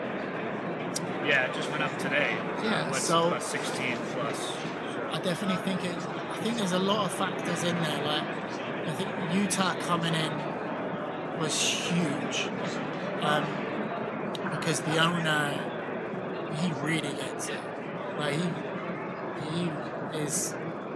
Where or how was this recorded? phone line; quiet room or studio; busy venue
busy venue